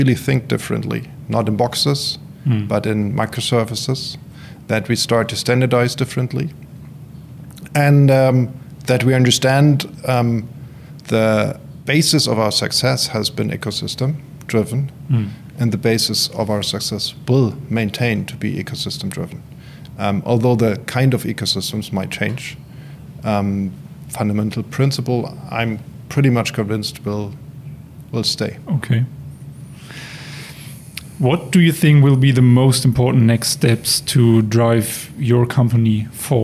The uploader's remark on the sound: At the connect conference 2022 in Dresden